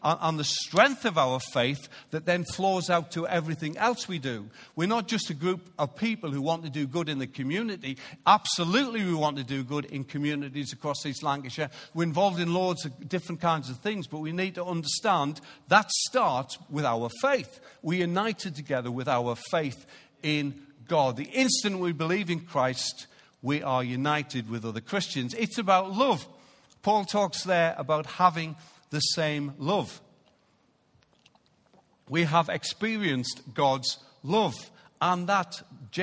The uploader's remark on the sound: Recorded live at Life Church Lancashire on 17th March 2019.